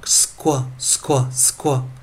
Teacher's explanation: Q 加上 U 的时候是念扩扩扩扩扩扩，也就是克加上 w 这个音啊